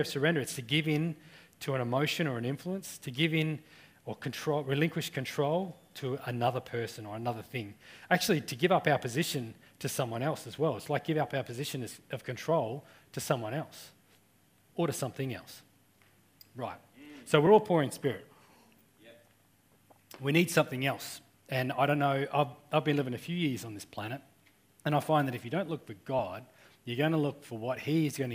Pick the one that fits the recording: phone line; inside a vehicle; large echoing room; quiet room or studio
large echoing room